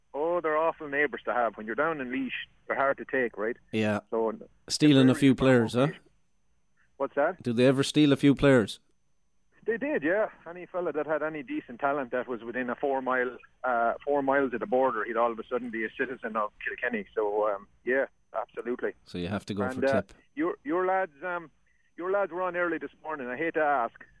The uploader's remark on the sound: Called in from Georgia. Drops by the studio.